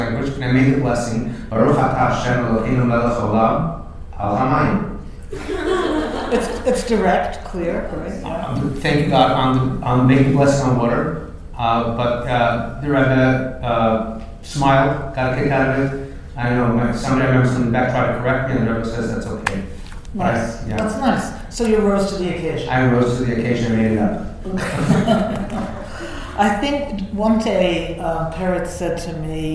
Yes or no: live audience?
yes